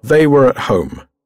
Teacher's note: When we speak naturally, the words was and were are pronounced as weak, unstressed sounds.